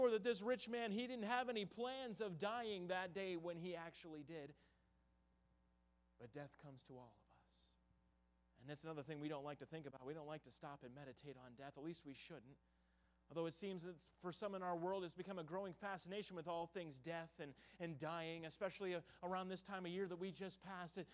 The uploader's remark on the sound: in the Tuesday Evening Revival Service on November 8, 2022, at Victory Baptist Church in Boonsboro, Maryland.